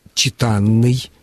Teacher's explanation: образовано от «читать» и ударение на суффиксе «а»